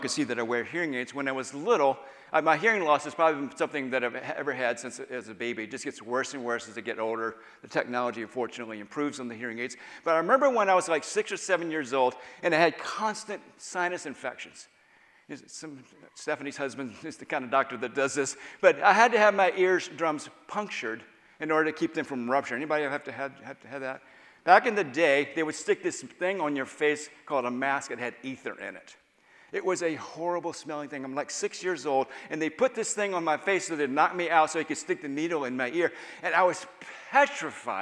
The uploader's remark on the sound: Final Session of All Souls' Ignite Conference (Inner Healing) Weekend.